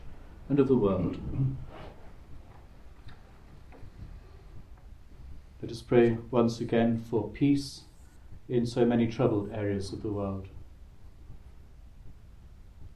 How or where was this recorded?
live audience